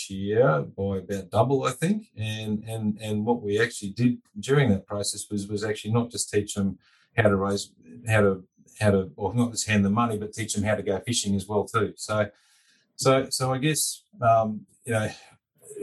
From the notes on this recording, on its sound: We bring you the recording of a webinar. This is the recording of the second online event in the "Transforming Australia's construction industry - a group up approach" series.